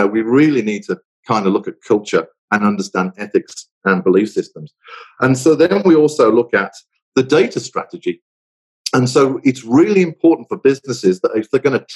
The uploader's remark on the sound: The audio for this episode is taken from a recent Crestcom Webinar: Leadership in the Age of Artificial Intelligence.